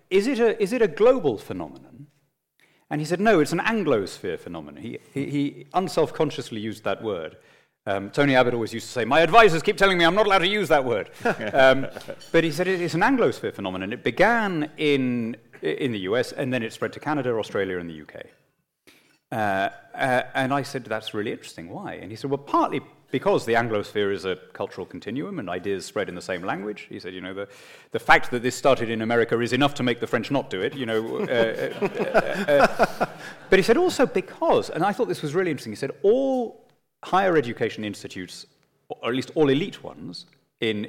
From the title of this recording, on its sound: Conversation to the CIS’s 2018 JBL Gala Dinner